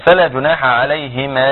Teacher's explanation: العين والحاء بيخرجوا مخرج واحد تمام ووسط الحلق